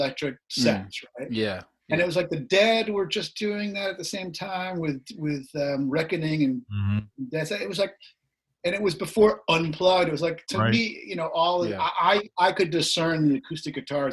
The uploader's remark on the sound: we got to zoom it up